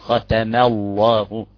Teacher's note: ختم الله، ختموا مش ختمال، ما ختمال مش ختمال، ختم الله لا نقول ختم الله ولا ختم الله، نقول ختم الله، نرقق الميم ونفخم الجلالة المشددة